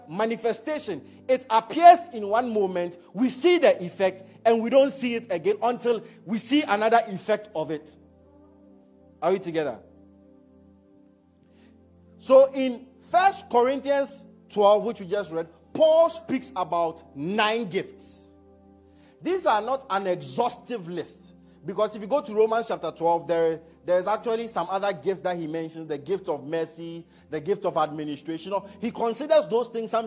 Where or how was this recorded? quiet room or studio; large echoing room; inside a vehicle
large echoing room